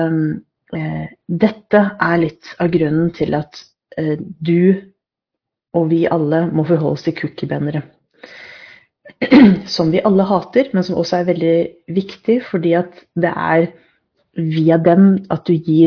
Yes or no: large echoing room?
no